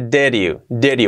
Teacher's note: Fijaos que la D, la segunda D, did, se convierte en una R suave.